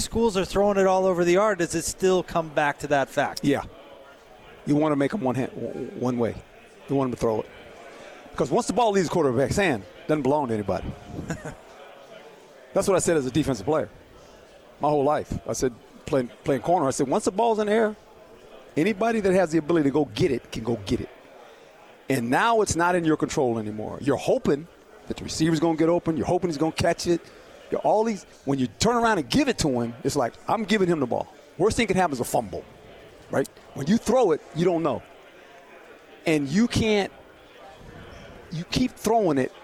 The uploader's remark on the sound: LIVE from Pac-12 Media Day in Los Angeles, CA